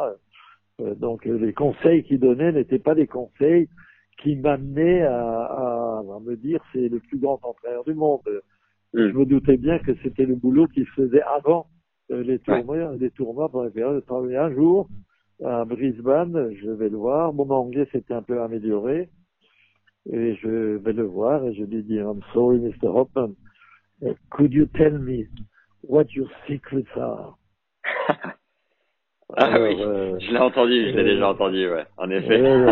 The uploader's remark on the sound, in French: j'enregistre l'appel téléphonique donc le son est à l'ancienne